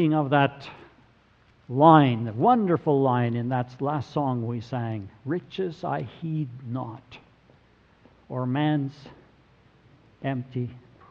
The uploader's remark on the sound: Sermon audio from November 26, 2017.